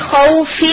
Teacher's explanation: یہ واؤ لین ہے حرف لین، اسے آپ کتنا کھینچیں گے؟ In between one and to. لیکن اگر سٹاپ کر دیتے ہیں اس کے اوپر خوف، اب یہ حرف لین نہیں رہا، اب یہ مد لین بن گئے.